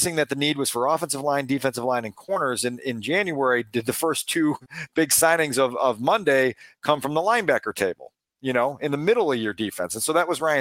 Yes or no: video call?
no